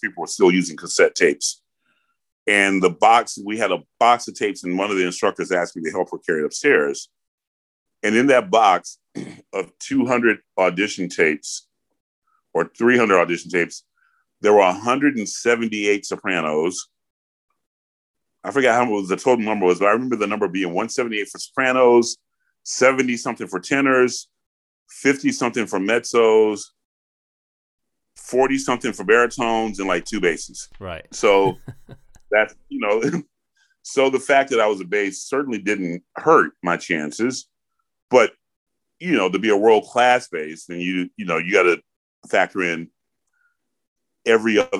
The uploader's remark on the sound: Recorded using Zoom between North London and Atlanta, Georgia.